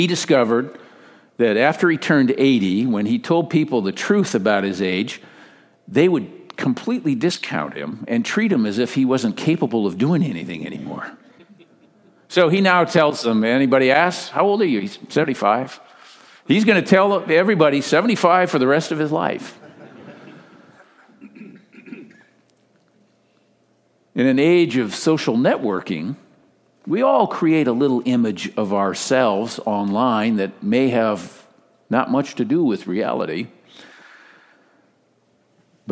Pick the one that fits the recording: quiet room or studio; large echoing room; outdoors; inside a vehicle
large echoing room